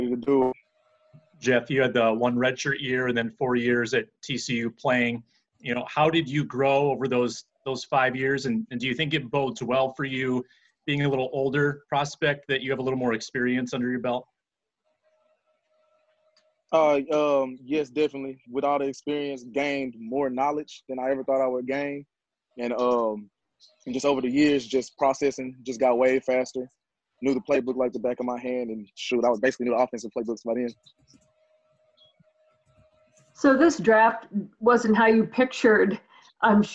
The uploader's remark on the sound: meets the Twin Cities media via a zoom call